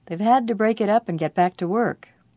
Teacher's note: The most stressed words are break, up, back, and work.